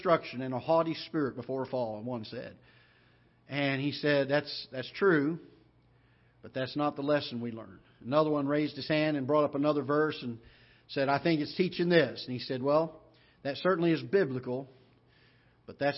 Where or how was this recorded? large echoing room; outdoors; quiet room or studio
large echoing room